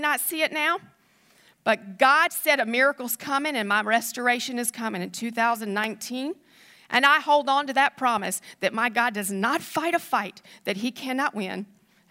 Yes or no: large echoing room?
yes